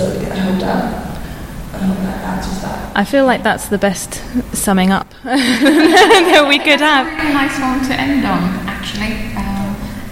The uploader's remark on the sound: This special bonus episode features a live recording from the discussion panel we took part of as part of ICON’s annual meeting in November 2018.